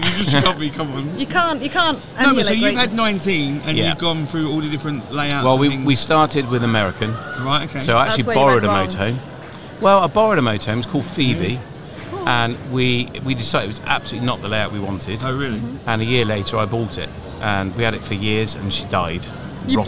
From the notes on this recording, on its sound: Live from our stand at the Motorhome and Caravan Show 2022